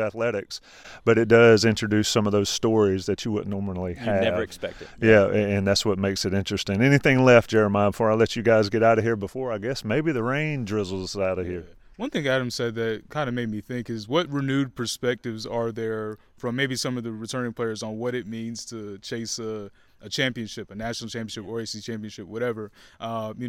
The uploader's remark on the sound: On Location at UNC Basketball Media Day